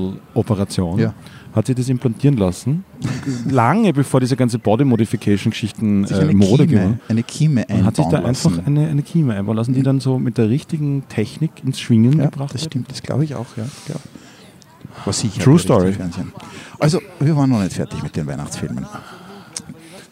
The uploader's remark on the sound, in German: Live vom Wiener Christkindlmarkt.